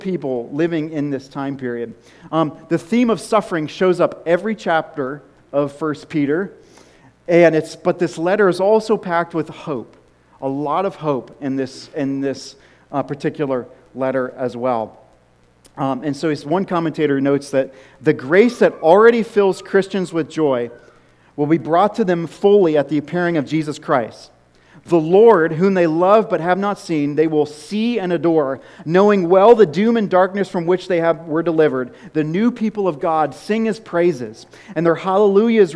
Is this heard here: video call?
no